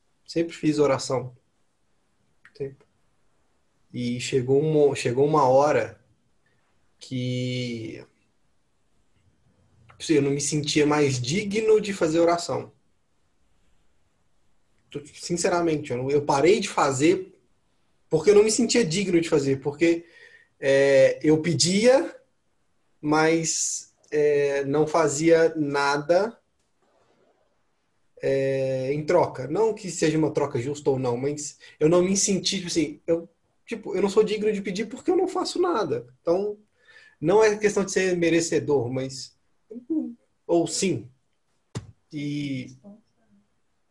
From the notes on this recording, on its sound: Online via Zoom